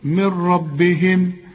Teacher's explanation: هنا نون بدون تشكيل، كل نون في القرآن يجي بعدها ره زي اللي معانا دي، العلماء بيسموها إدغام كامل بدون غنة، وإحنا بنقول لك كأن النون غير موجودة، اشبك الميم مع الراء